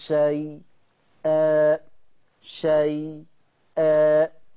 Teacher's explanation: السكتة اللطيفة على الياء